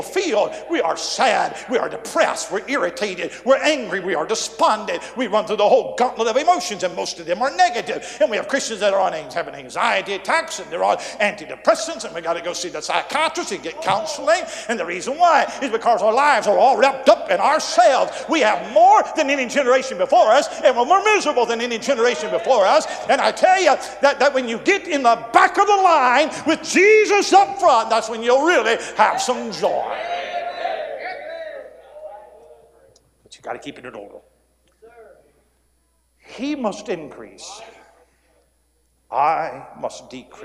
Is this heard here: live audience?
yes